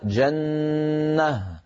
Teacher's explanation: أحذف التنوين وأقلب التاء إلى هاء وأقف بهاء ساكنة. جنة، ولا أقول جنة مثلا.